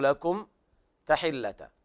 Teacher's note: إظهار شفهي لوقوع التاء بعد الميم الساكنة